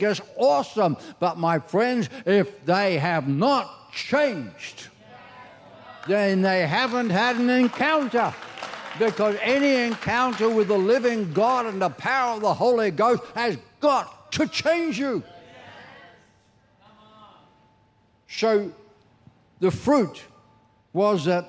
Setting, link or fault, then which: setting, large echoing room